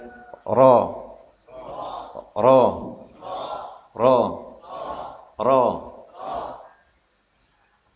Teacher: Makhrajnya adalah ujung lidah bagian atas atau ujung lidah dengan melibatkan sedikit dari punggung lidah dengan gusi dua gigi seri atas. Sifatnya takrir, inhiraf, jahr, bainiyah, istifal dan tafkhim ketika fathah pada pembahasan ini. · Term: huruf ra